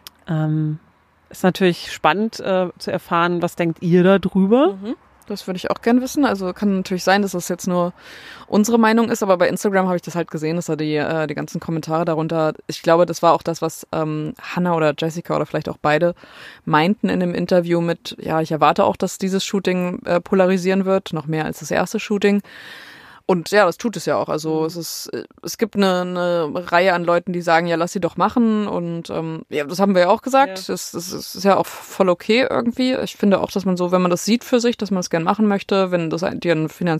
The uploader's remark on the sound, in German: Die Folge ist mal wieder „on the road“ entstanden. Deswegen der entspannende Autosound im Hintergrund.